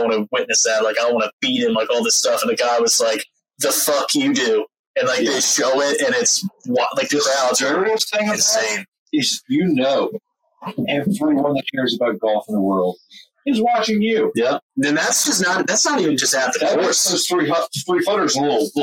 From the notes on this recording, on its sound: Audio took a step back in this one.